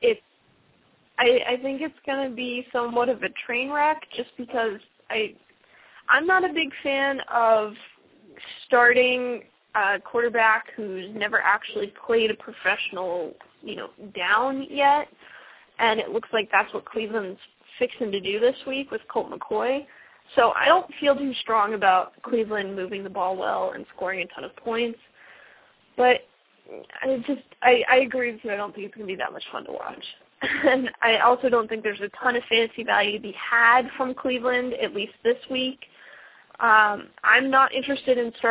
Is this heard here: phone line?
yes